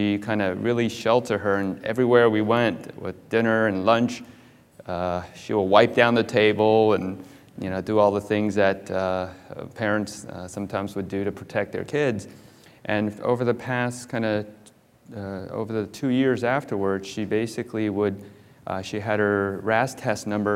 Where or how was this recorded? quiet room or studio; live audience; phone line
live audience